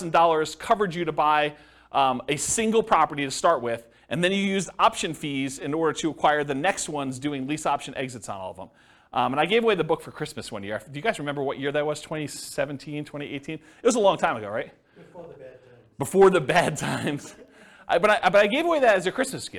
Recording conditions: live audience